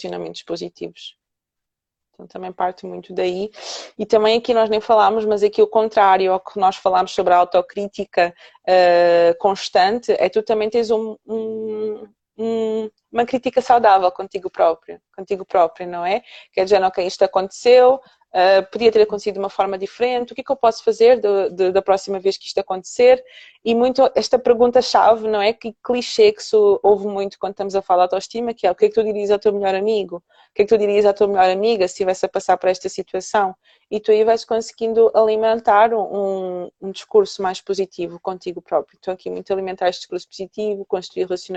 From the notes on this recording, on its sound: LiveInstagram.